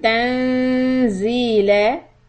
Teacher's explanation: noon is ikhfa. Keep the tongue close to the makhraj of the next letter, zai.